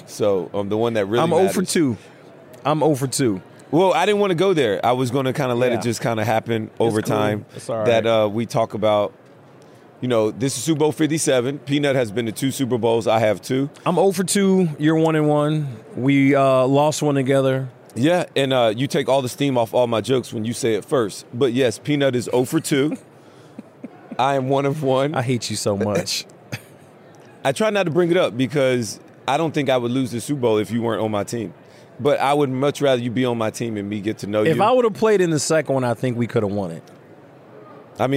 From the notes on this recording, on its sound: live from radio row for Super Bowl LVII